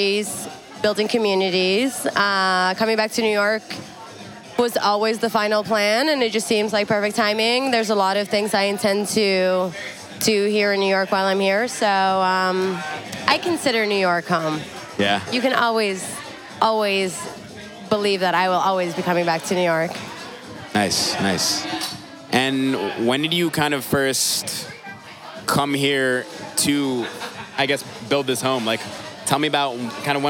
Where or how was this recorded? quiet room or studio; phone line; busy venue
busy venue